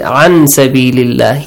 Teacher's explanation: You didn't hide the sound of noon